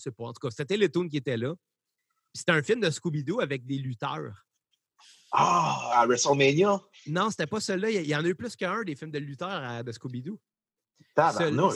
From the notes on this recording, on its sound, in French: On profite du confinement en essayant un premier épisode sur Zoom!